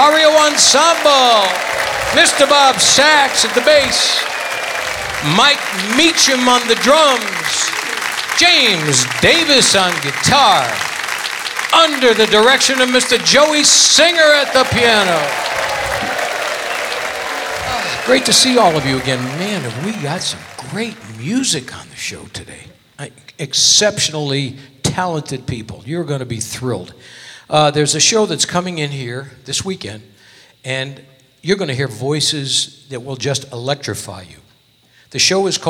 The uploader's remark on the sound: Live at the SouthPoint Casino.